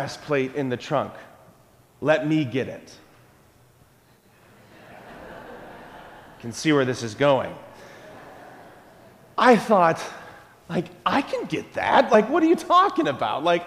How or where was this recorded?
large echoing room